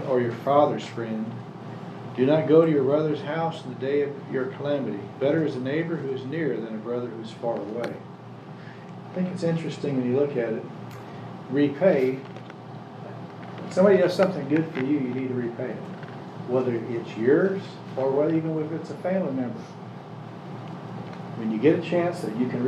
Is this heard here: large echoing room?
yes